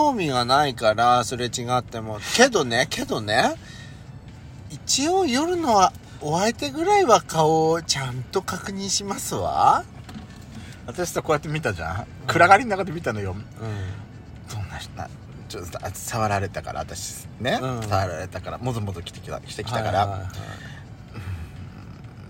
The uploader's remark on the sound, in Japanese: パーキング収録